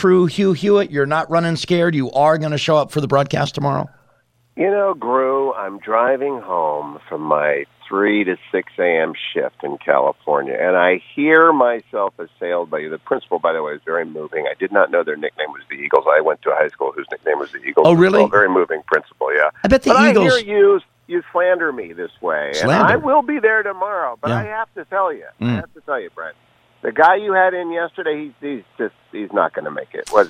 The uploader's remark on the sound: via phone lines